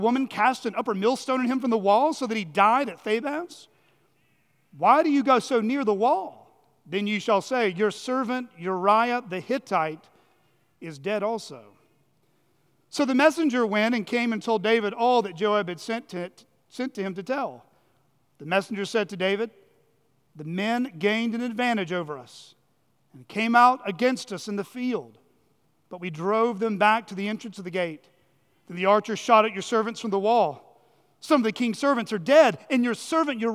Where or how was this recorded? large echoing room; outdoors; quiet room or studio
large echoing room